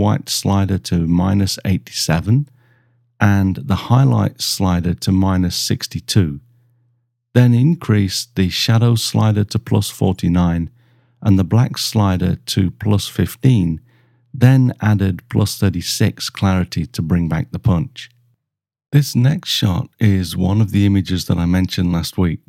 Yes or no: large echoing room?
no